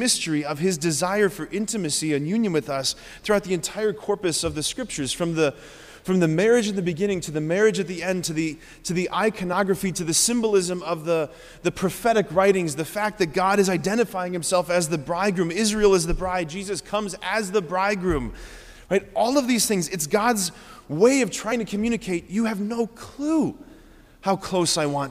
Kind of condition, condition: setting, large echoing room